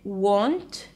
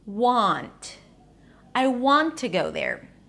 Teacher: So it begins the same, w, w, but then instead of saying won't, I just drop my jaw, open it to an ah as in father vowel · Shown in: second take · want. I want to go there. · Term: open ah sound · IPA: wɑːnt